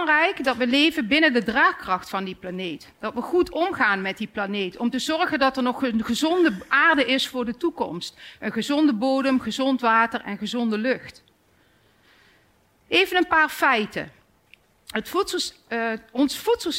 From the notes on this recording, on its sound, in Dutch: live vanuit het Betweter festival